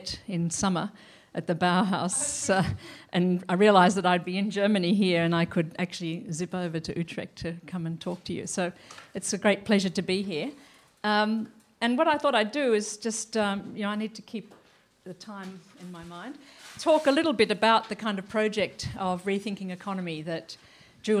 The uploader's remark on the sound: Lecture at WTM Forum 1